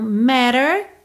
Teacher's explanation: esses dois T's viraram rarara